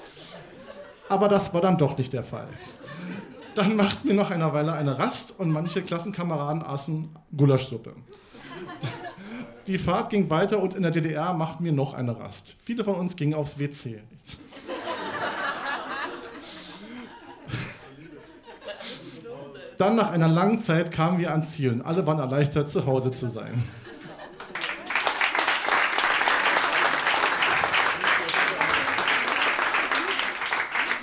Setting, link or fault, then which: setting, live audience